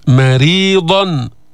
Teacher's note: رققنا الميم ورققنا الراء لأنها مكسورة فخمنا الضاد